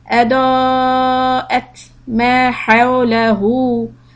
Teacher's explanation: when you stop on the letter ta, there's a sukun on ta, so the air should continue.